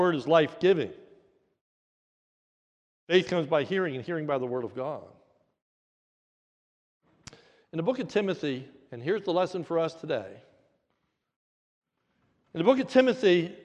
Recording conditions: large echoing room